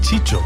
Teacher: muchas veces el sonido C o S pasa a ser Che